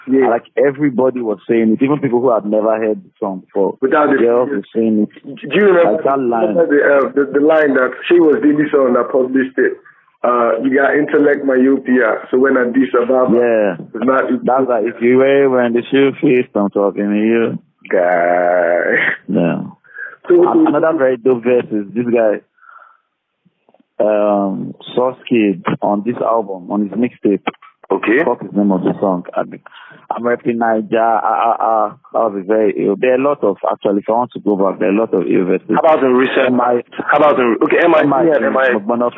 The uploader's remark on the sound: over the phone